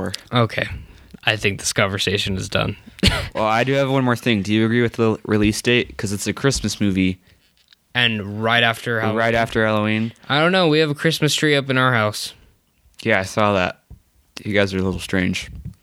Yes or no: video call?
no